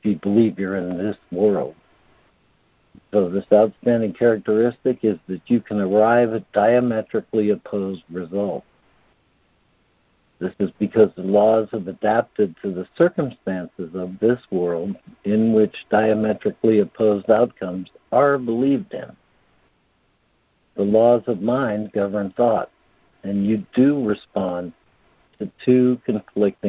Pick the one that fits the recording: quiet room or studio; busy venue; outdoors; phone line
phone line